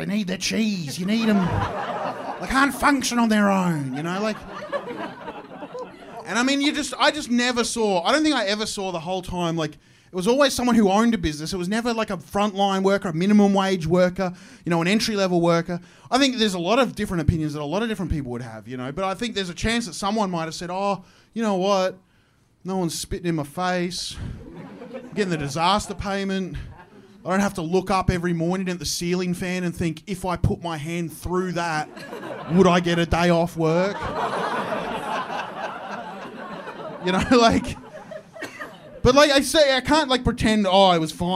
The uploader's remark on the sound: My live show. Recorded at Comedy Republic.